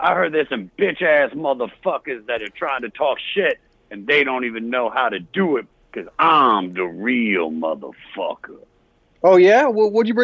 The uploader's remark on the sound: Get into it with some callers, each with their own unique approach.